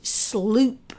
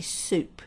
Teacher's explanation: Another type of articulation disorder is adding in sounds that aren't actually in the word. And I might say sloop when I'm trying to say soup, and I've got in an extra L there · Shown in: first take